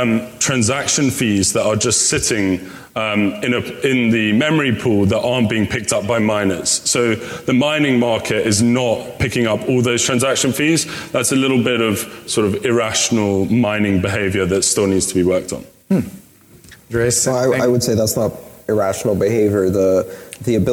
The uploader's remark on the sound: for the rest of todays episode we’re pleased to feature one of my favorite panels from the event